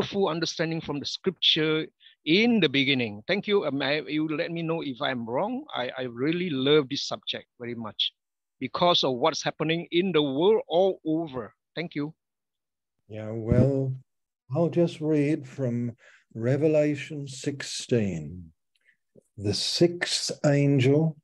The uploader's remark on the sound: Our Fellowship - Malaysia Meets (Zoom)